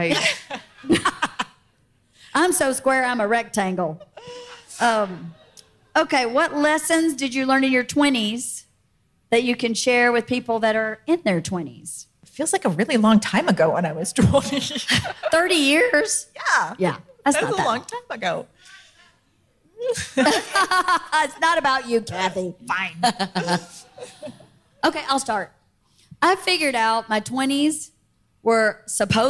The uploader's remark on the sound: Live From Fully Loaded at Sea